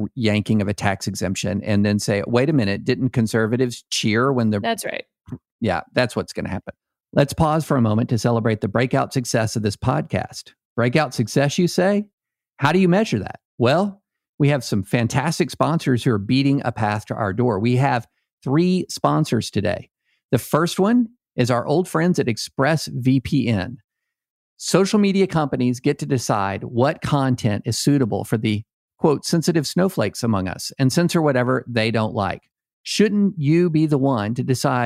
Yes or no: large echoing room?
no